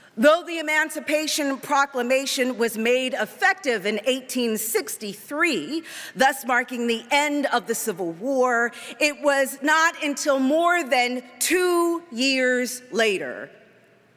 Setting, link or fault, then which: setting, large echoing room